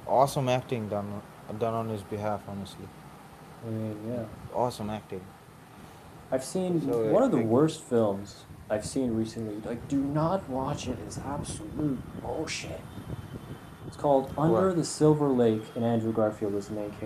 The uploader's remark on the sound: Sorry for the crappy background music and the cock in the back.